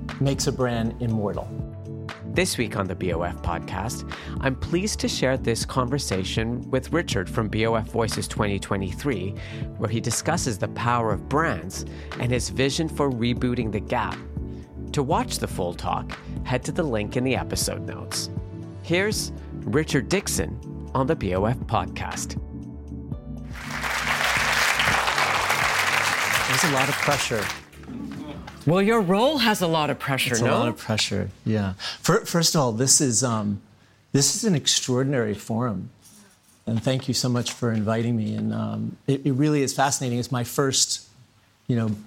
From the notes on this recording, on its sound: a live conversation from BoF VOICES 2023